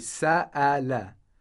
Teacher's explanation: the Hamza is a glottal consonant and has to be pronounced strongly. It shouldn't be pronounced weakly like this.